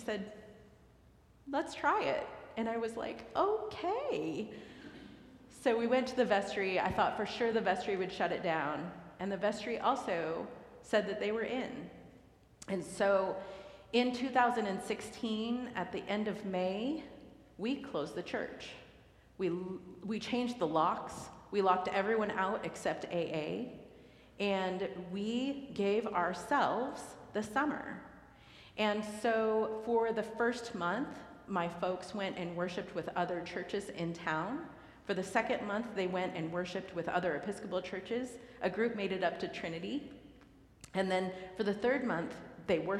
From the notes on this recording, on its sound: recorded live at the 10:00am service